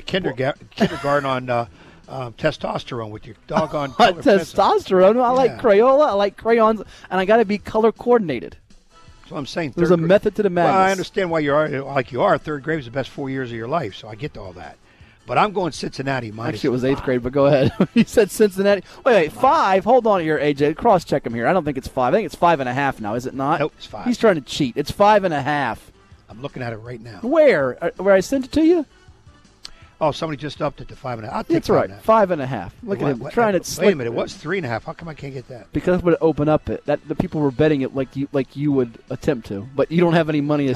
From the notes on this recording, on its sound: Live from the Campus of Old Dominion University